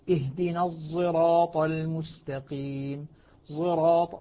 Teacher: لاحظ الصاد أغلب استعلاء الصاد واضح واضح الاستعلاء وأيضا الإطباق في الصاد موجود لكنها أخذت قال العلماء كأنما هي يعني ضاء العوام كما ينطق العوام في غير ذلك. · Term: الإشمام